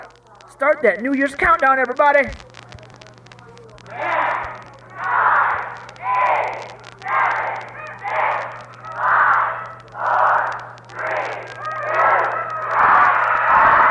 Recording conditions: outdoors